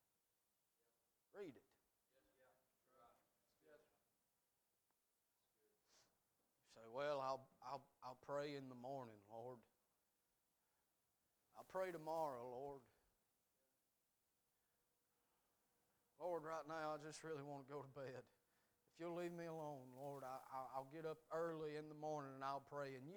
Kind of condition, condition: setting, large echoing room